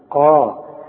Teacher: القاف دي من أعلى حروف التفخيم، الحرف المفخم اللي بعده ألف